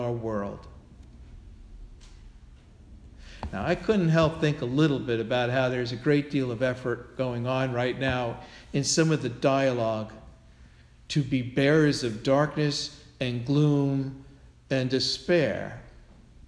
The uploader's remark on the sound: Sermon delivered at All Souls Parish Presbyterian Church.